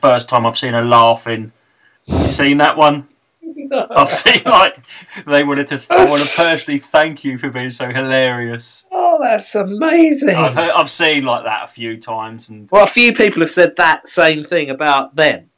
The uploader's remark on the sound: just two blokes talking and recording it very badly indeed